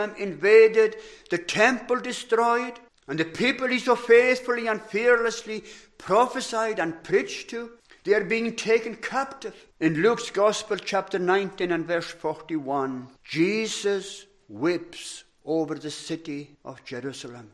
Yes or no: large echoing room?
yes